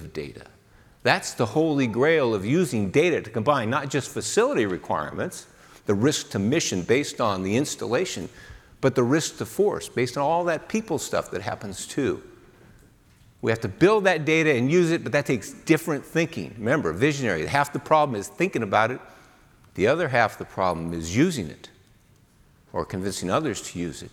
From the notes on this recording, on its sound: AFIMSC Commander delivers the keynote speech at the 2019 SAME-IFMA Workshop.